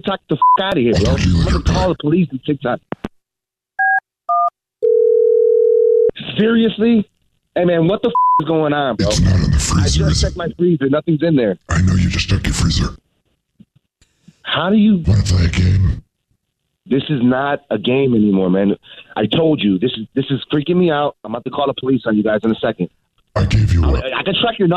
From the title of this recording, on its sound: Phone Prank